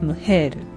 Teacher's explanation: 後ろの方を強く発音してムヘールという風になります